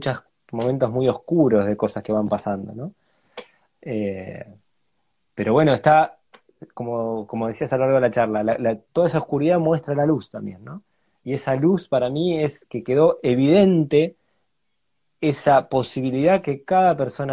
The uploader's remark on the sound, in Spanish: Audio de la charla en vivo por Instagram